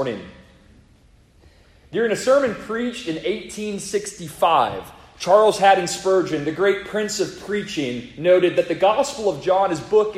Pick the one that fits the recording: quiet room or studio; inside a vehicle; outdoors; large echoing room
large echoing room